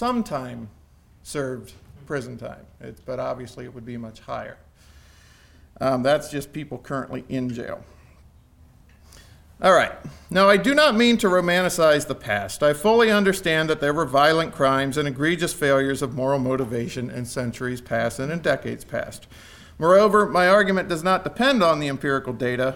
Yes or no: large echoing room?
yes